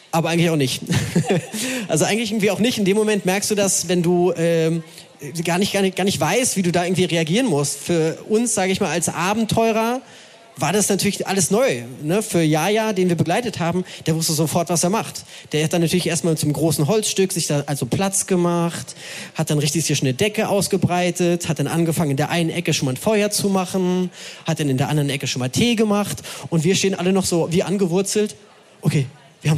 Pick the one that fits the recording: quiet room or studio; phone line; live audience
live audience